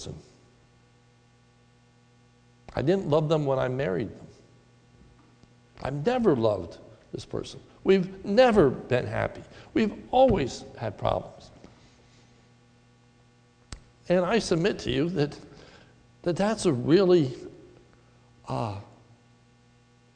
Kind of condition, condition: setting, large echoing room